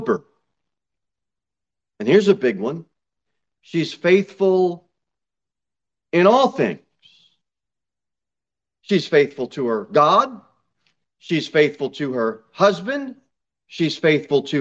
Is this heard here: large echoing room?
yes